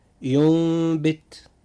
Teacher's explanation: حدث الإقلاب مع بقاء الغنة